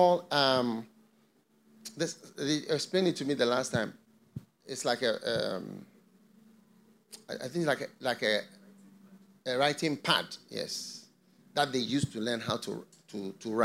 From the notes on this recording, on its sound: Preached at the FLOW Church Service.